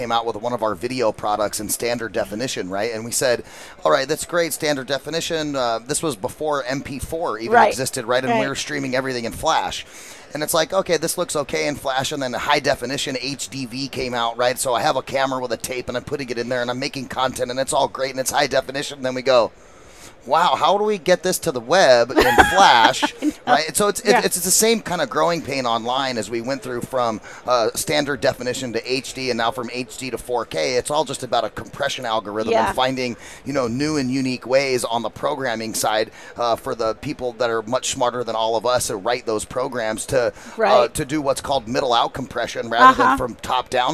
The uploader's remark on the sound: Live at NAB 2016. As they go live from the Advanced Advertising Theater on the event floor.